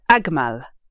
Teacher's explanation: They're both short, but you're stressing the first syllable more.